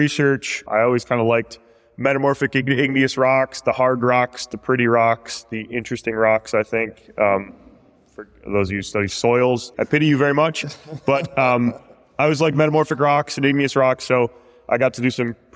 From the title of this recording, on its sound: PlanetGeo LIVE at Grand Valley State University